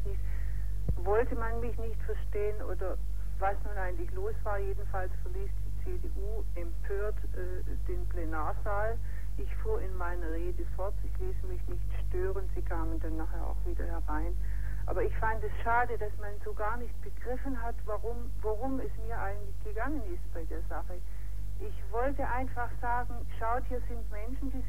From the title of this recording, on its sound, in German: Telefoninterview